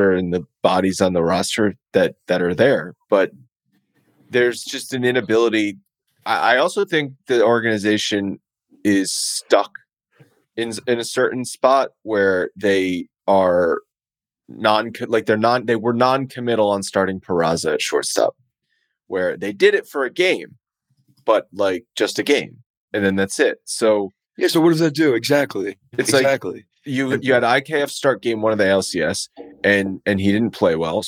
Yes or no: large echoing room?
no